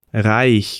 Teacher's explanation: Primeiro eu vou ter o som do R que sai lá da garganta e depois o som do CH.